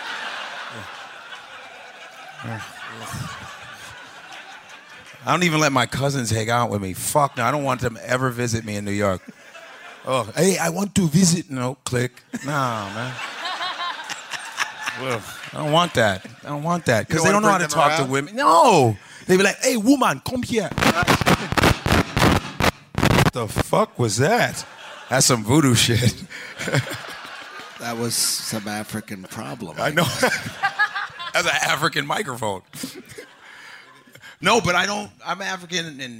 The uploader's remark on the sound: Live from Just For Laughs. Brings the Live WTF experience to the Just For Laughs Comedy Festival in Montreal.